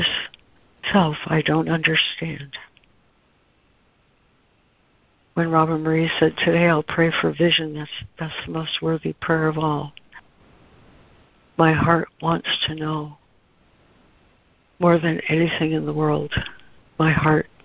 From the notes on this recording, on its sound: ACIM Daily Conference Call.